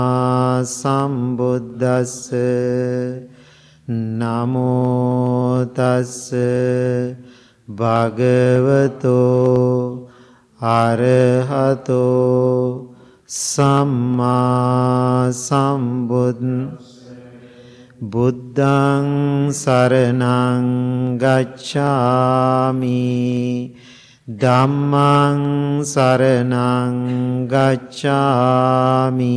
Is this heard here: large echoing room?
yes